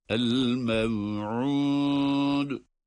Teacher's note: Yine dal, kalkale harfi ve ince okunacak.